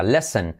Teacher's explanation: Y la T no se pronuncia